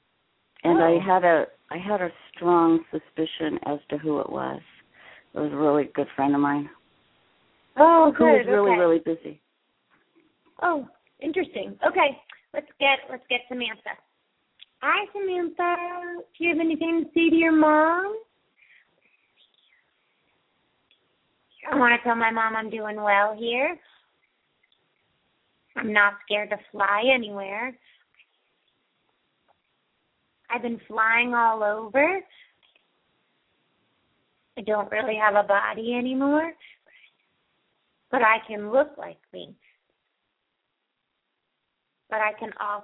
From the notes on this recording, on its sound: open up the lines for listeners to call